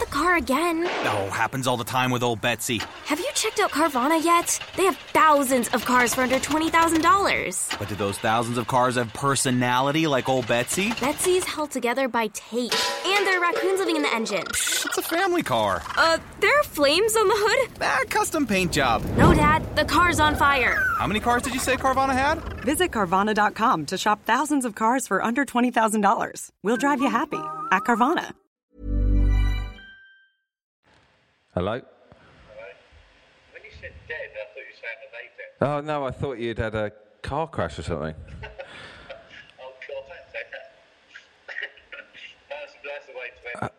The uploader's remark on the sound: We struggle to have a conversation over the phone again.